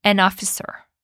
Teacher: Olha como eu junto essas duas palavras. Elas têm o que a gente chama de linking sound. Significa que a gente junta uma na outra e forma um som só.